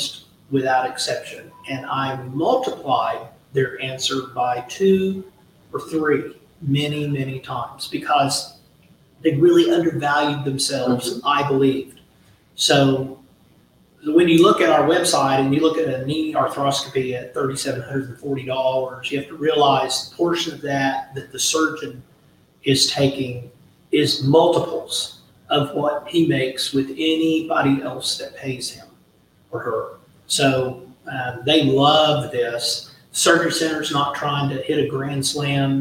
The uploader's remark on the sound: LIVE from the annual FMMA conference!